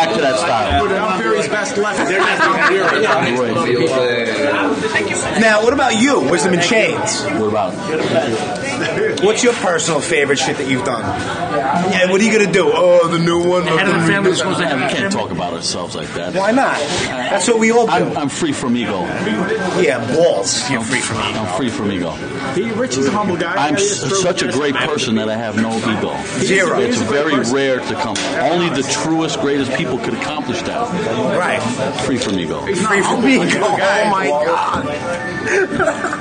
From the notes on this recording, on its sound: Live from Rosa's Pizzeria in Queens. Wind up at 2 different pizzerias in Queens recording.